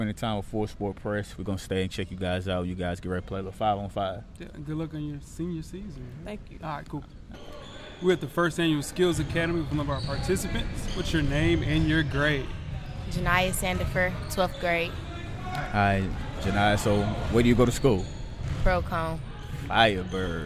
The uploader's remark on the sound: Recorded a live podcast from the 2016 Skillz Academy. The 1st annual event featured the top 30 high school basketball girls from the state of Tennessee.